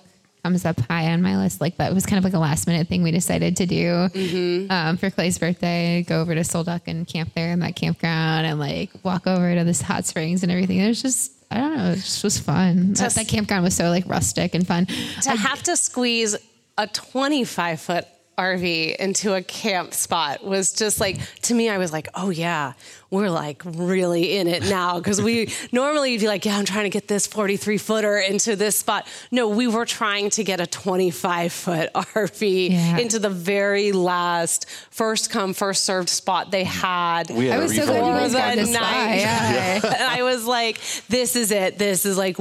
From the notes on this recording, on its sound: LIVE from the Amana Homecoming. In this episode, we're recording in front of a live audience at our Homecoming rally.